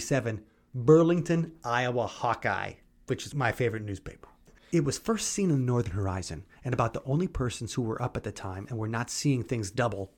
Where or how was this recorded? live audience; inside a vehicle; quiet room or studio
quiet room or studio